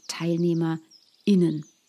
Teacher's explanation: dieser Glottisschlag. Das ist quasi die gesprochene Pause zwischen dem Teilnehmer und dem Innen, also der männlichen und der weiblichen Form, wenn ich also nicht von Teilnehmerinnen und Teilnehmern spreche, sondern sage Teilnehmerinnen.